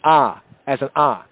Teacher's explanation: in the Sephardic Hebrew, the Spanish-speaking Jew, Mediterranean Yehudi, the A in Amen is pronounced as an ah, as an ah. In the English, it's pronounced as an A, but in the Hebrew, Sephardic, as an ah.